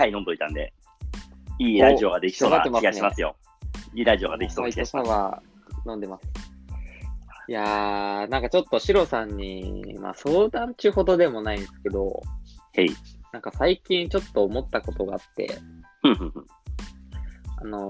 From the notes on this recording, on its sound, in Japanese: リモート収録